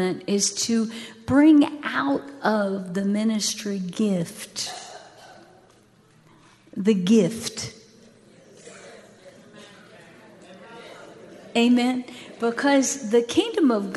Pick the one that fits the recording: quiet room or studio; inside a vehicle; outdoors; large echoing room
large echoing room